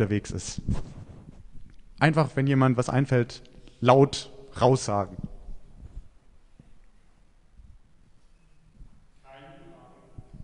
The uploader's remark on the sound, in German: Predigt beim Buß- und Bettag in Kraichtal 2023